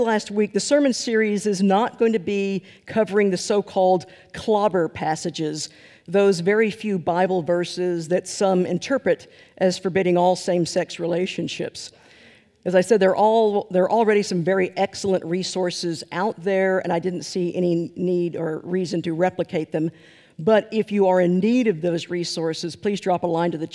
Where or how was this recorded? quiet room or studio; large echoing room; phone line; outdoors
large echoing room